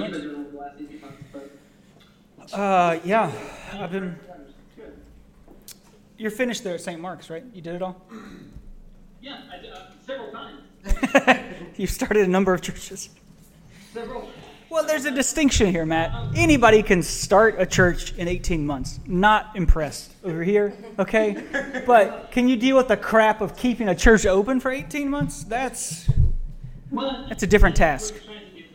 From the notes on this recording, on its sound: TVP Live in Memphis! Recording on the road is hard. Nevertheless we persisted to bring you a podcast of suboptimal quality in production. We were live at the Lutheran Student Movement Gathering in Memphis.